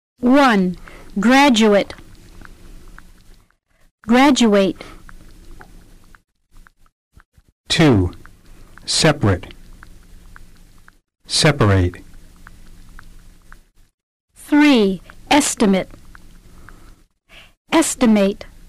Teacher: In verbs, the ending is pronounced ate. Stress is on the third syllable from the end in all these words.